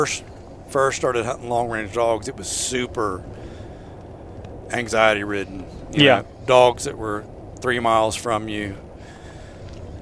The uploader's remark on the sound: This is a sneak peak into a hog hunting trip as the podcast was recorded as the guys drive around chasing dogs all over Cherokee County, Oklahoma.